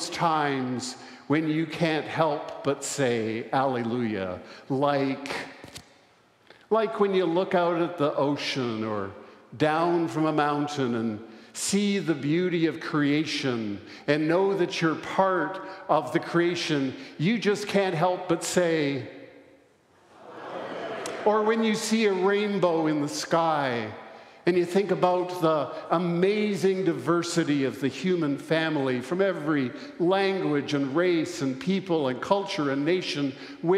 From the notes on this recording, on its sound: recorded live at the Easter Vigil on Saturday, April 8, 2023